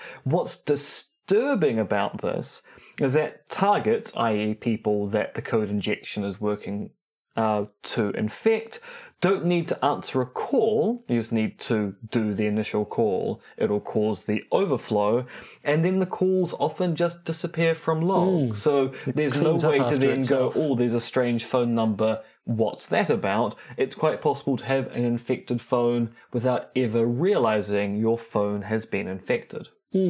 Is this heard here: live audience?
no